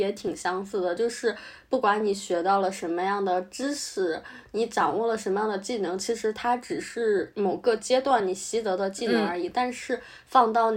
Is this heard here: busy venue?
no